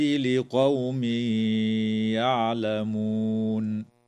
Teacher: ويدغم التنوين في الياء مع الغنة في قوله تعالى: لقوم يعلمون